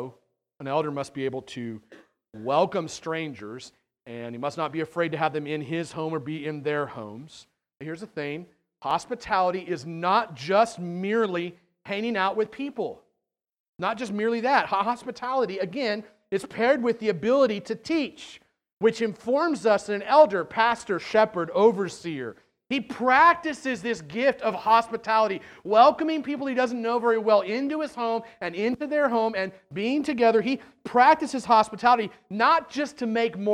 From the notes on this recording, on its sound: At The Well, an Acts 29 and Converge Heartland Church in Hastings, NE. This sermon is longer than normal due to two members going through elder-ship sharing their stories.